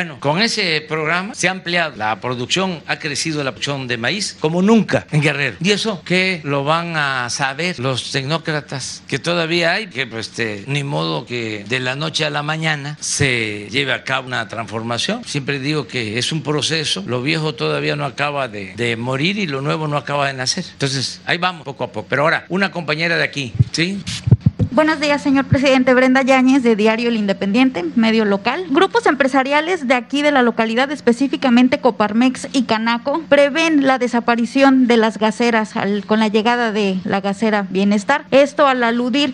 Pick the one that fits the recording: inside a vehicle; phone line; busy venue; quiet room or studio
busy venue